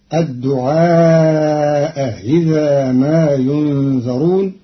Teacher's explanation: بتسهيل الهمزة الثانية بينها وبين الكسر